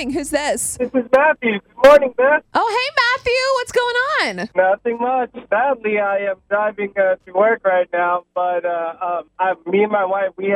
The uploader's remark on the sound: Gets him on the phone. Keeping his daughter entertained at home amidst the COVID-19 pandemic.